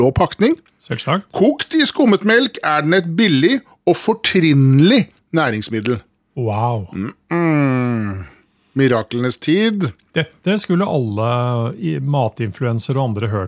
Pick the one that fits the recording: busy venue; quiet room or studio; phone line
quiet room or studio